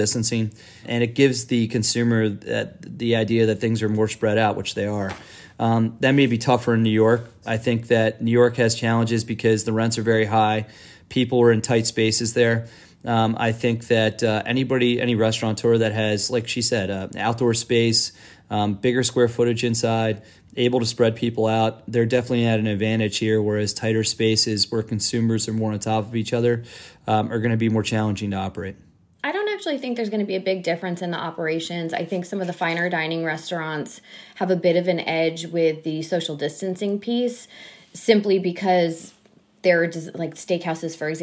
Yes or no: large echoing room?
no